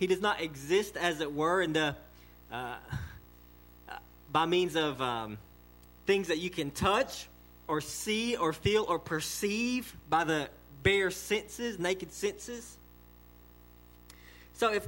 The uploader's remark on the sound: sermon delivered to Cottondale Baptist Church in Eastman, GA